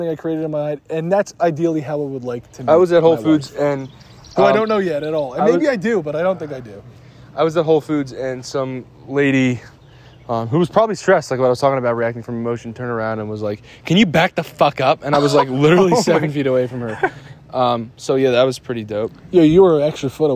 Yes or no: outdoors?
yes